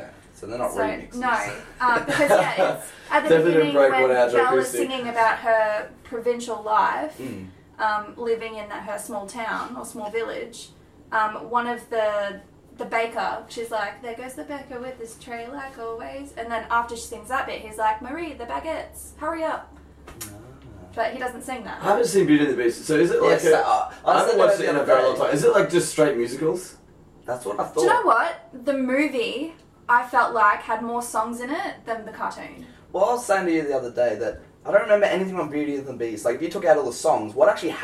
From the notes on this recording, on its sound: Unfortunately w lost the audio from the mic. We manage to salave the audio from the camera.